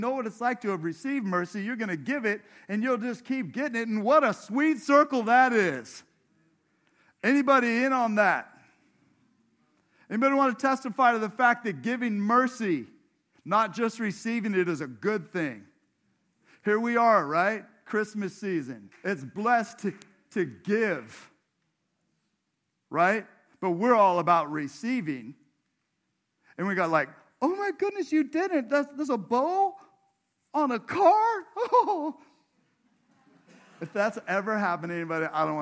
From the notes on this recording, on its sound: This sermon was preached at Crosswater Community Church in Sultan, WA on 12/3/23